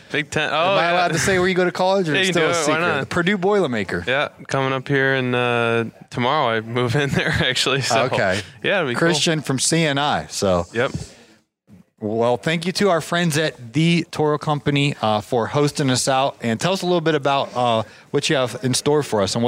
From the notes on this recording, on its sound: In this special episode recorded at the Toro Content Creator event in Minneapolis.